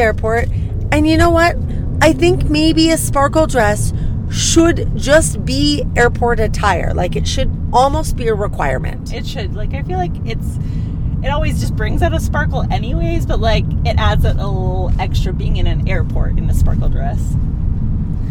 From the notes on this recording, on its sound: Tune in for a podcast in the car, kind of like car karaoke but with no singing.